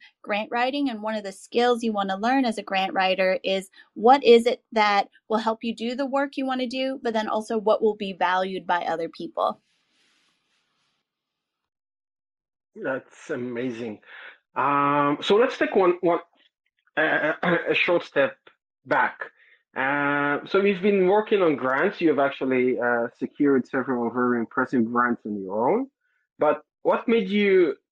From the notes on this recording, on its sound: it was actually recorded live on twitter through twitter spaces